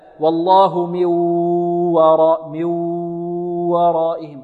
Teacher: يأتي بيدغم النون في الواو بدون غنة ويمد